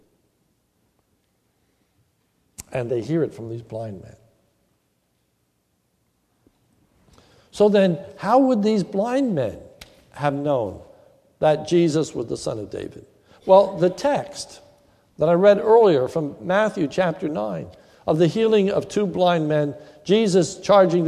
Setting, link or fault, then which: setting, large echoing room